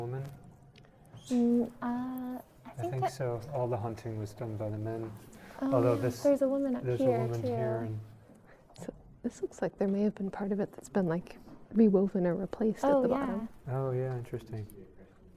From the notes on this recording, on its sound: capped it off with a podcast recording way uptown at The Met Cloisters.